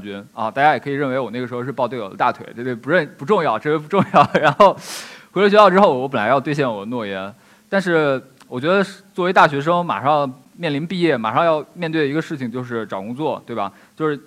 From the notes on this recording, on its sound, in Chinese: 一席现场